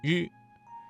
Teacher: 日的发音位置是舌尖稍微卷起，靠近硬腭前部